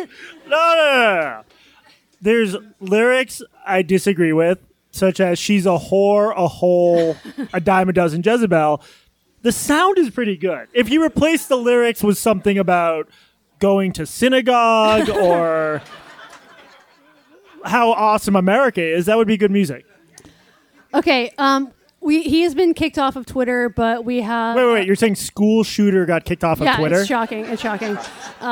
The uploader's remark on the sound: Live From The Village Underground In New York City. This recording of a live BARPod show in NYC. A livestream of the entire event.